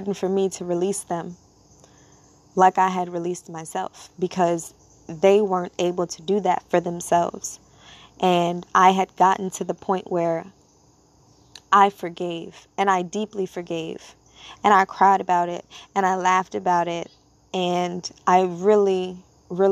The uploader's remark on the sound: As I am sitting outside, enjoying Natures company